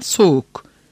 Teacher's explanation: Fakat hakikatte yumuşak G sesi tamamıyla erimiş ve iki vokal bir araya gelmiş olmaz. Sadece yumuşak G sesi dikkat etmeyen tarafından adeta hissedilmeyecek kadar zayıflamış bir hale gelir. Yani ortada iki vokal oldukça arada iki vokali birbirinden ayırmaya yetecek kadar bir konsonant daima mevcut bulunur.